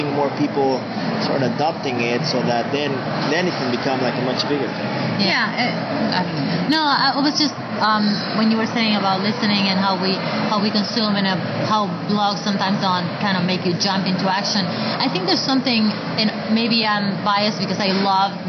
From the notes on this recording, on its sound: This is the next in the series of the Inside Hispanicize podcasts I recorded during Hispanicize 2015. These are a compilation of hallway conversations, short interviews and even short clip from one of the sessions.